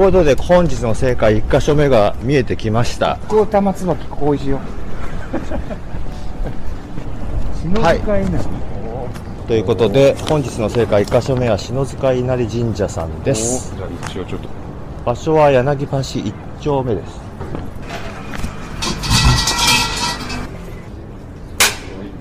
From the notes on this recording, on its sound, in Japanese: 台東区の南（神田川）東（隅田川）の端、柳橋からスタート！屋外ロケのためお聞き苦しいところがございますがご勘弁ください。